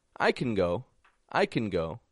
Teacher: we drop the A from the word and we link it to the words around it.